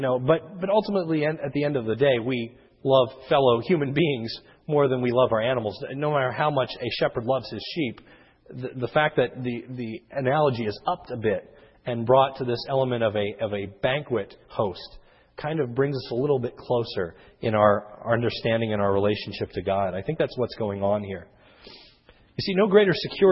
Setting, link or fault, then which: setting, large echoing room